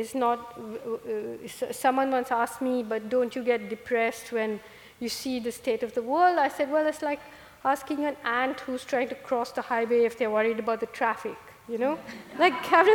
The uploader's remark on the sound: recorded this Town Hall Seattle event on June 27.